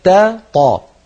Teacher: التقى في النطق بارك الله فيكم حرفان هما التاء والطاء وهما من المخرج نفسه